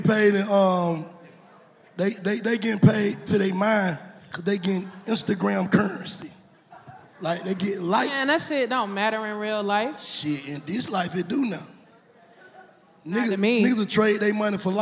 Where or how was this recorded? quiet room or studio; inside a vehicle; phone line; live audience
live audience